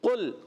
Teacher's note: قاف ادا ہوتا ہے زبان کی جڑ اور تالو کے نرم حصے سے